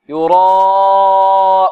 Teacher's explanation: الراء مفخمة لماذا فخمنا الراء لأنها مفتوحة